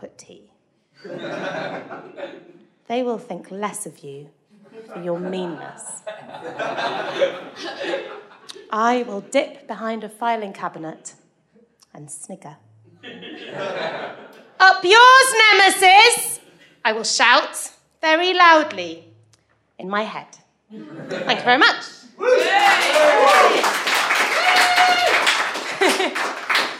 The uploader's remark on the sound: The second of three live recordings from our Tragic Love live event which took place at the Dogstar in Brixton.